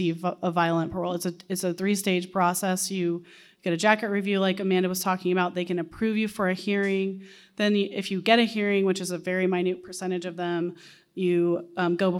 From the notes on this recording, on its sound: The panel was hosted by the Center for Public Secrets in Tulsa. Listen to the event audio, and hear the audience Q&A.